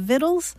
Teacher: Latin victualis passed into French, but along the way it lost that hard C sound